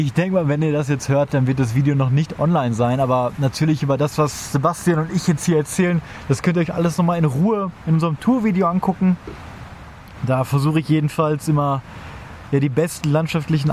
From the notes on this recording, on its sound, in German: Live vom Trail aus den Alpen. Daher haben wir live auf dem Trail ungefähr in der Mitte unseres Thruhikes am Abend zwischen Bäumen und Bächen im Camp eine Folge aufgenommen. Real live Zeltgespräche-Folge.